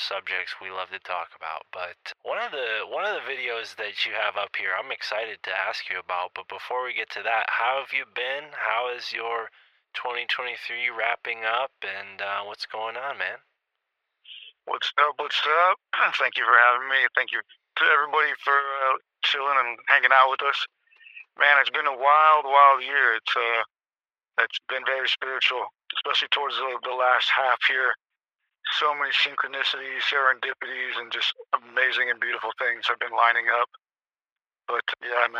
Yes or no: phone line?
yes